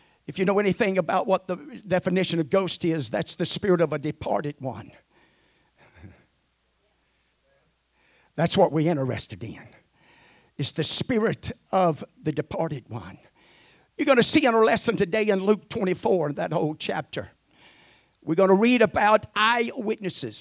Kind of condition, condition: setting, large echoing room